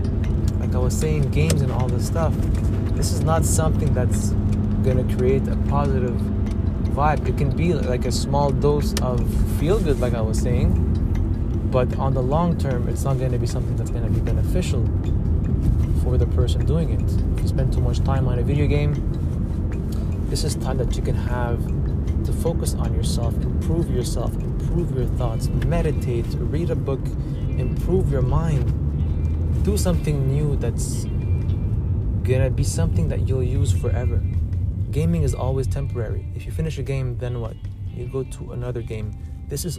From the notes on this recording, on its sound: I apologize in advance for the background noise as this episode was recording hands-free while driving.